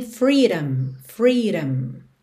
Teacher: esse D ganhou um tom de rarara, bem comum no inglês americano